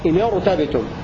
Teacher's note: فالنون أصلها ساكنة وكسرت تخلصا من التقاء الساكنين فتفخم الراء